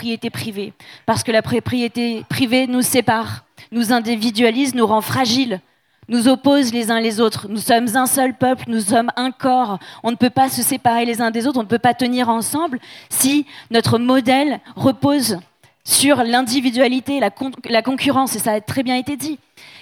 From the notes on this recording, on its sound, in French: Conférence enregistrée en public à la REcyclerie